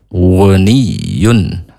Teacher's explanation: huruf ghin tenggorokan paling atas